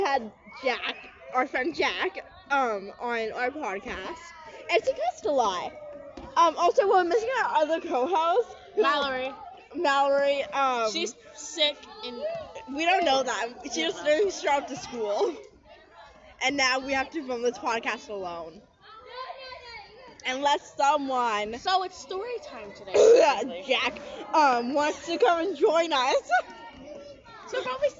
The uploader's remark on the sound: ignore out cussing and the audio lol